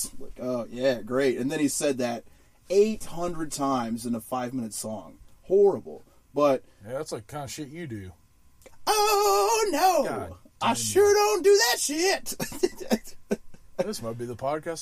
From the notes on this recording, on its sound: We recorded this episode in a RV.